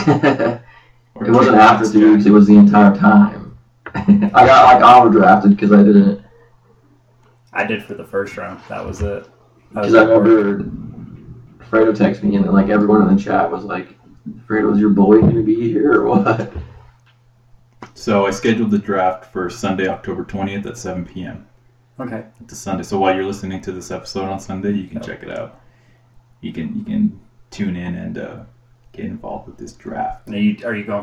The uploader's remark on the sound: Sorry for the echo